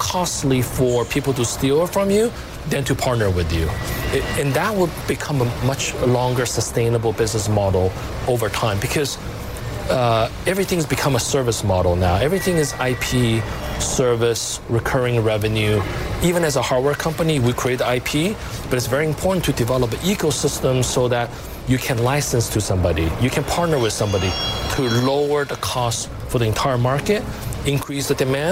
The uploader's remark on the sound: live from the New York Stock Exchange